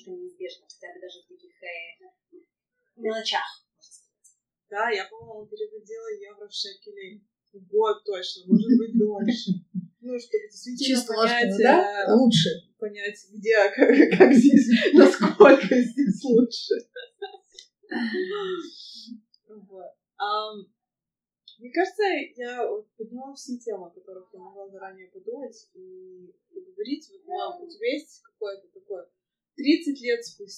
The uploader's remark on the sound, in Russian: Подкаст будет немного шумным, так как, несмотря на то, что мы разговаривали в библиотеке, она была совсем не тихой.